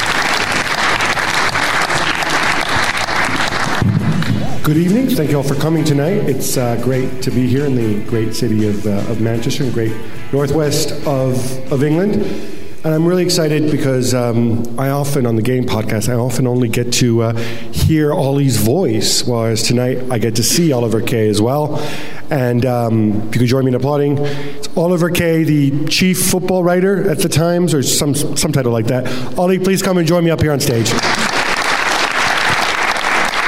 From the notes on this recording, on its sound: Live from Manchester. Live from the National Football Museum.